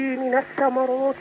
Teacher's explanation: عندي الميم مرققة والثاء مرققة